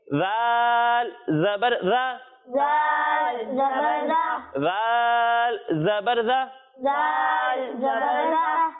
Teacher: جب ان کی ادائیگی کریں گے نا تو آپ کی زبان اوپر کے دانتوں پر لگے گی